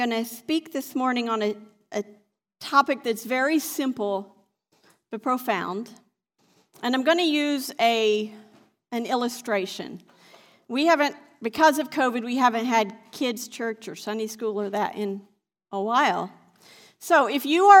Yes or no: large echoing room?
yes